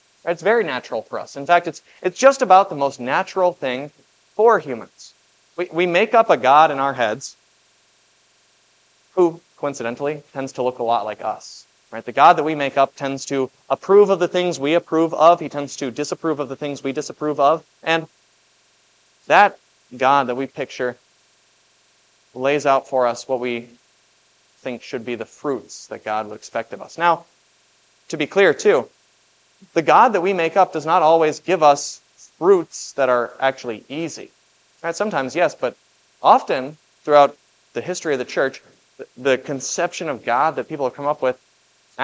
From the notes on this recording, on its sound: This Sunday sermon, based on Matthew 21:33-46, was preached at Grace of God Lutheran on October 8, 2023.